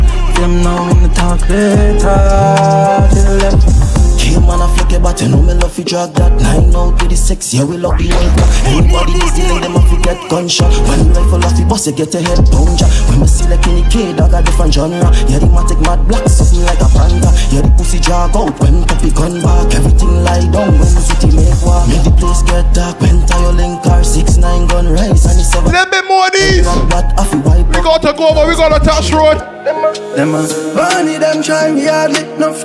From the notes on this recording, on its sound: LIVE AUDIO FROM PUN DE BASE - M&N BAR - RUDE BOY PROMO SOUTH DISTRICT BARBADOS.